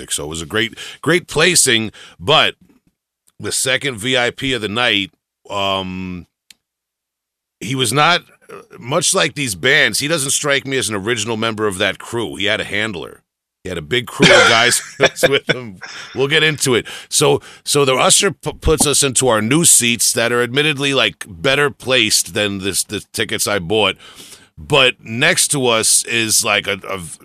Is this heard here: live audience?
no